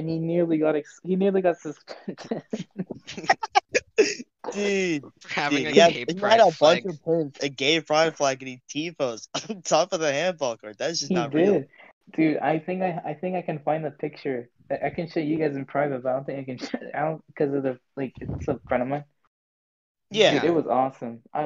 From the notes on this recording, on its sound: Sorry about the audio quality. My editing software just would not cooperate.